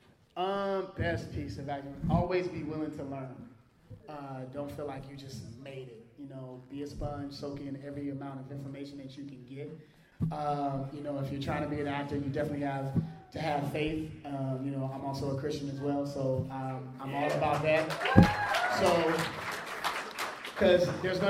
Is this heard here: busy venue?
yes